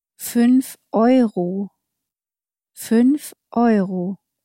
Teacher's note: you do not pronounce in German the sort of y sound that we've put in front of euro in English